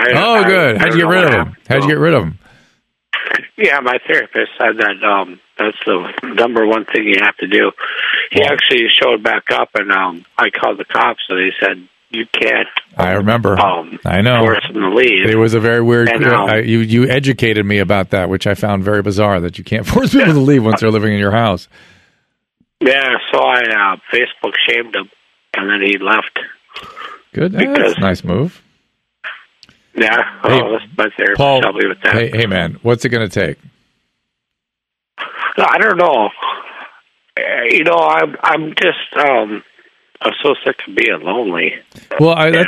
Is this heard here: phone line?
yes